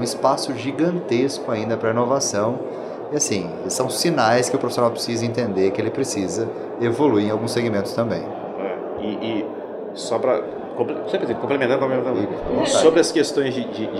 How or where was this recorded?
busy venue